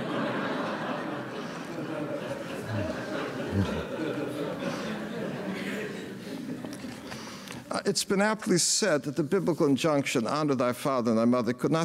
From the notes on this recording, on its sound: gave the keynote address at The Institute of World Politics Commencement on May 20, 2017.